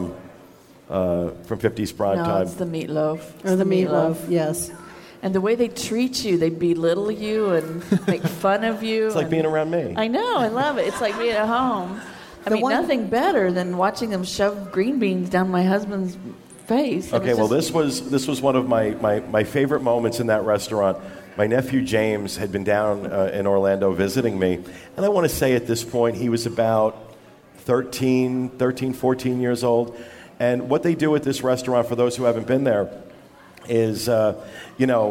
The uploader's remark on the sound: Filmed Live at the Nova Scotia DIS meet to raise money for Give Kids The World.